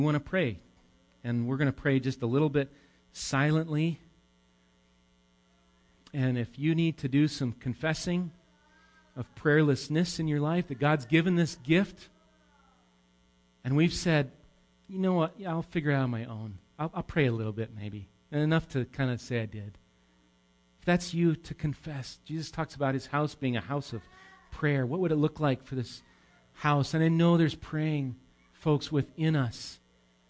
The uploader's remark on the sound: Recorded live at Bethany Bible Church on 9/9/18